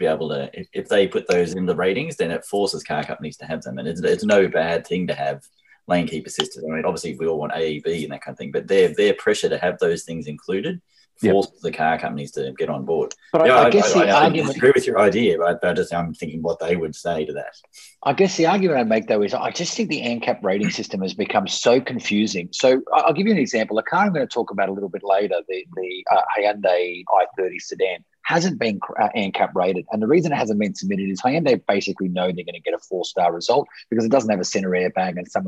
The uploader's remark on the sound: gather in cyberspace